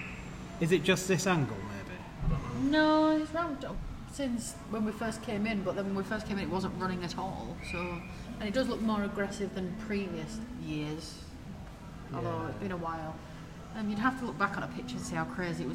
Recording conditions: outdoors